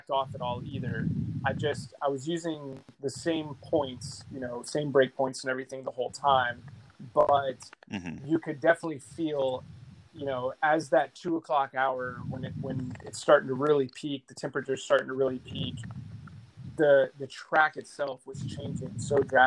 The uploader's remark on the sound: The Audio Quality in this episode is lack luster. Our recording app was not cooperating.